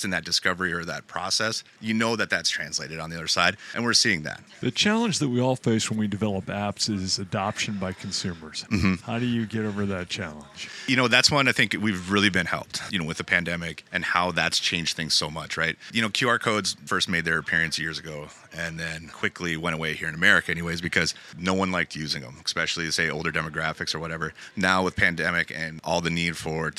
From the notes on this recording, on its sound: Live From ESTO. In Grand Rapids.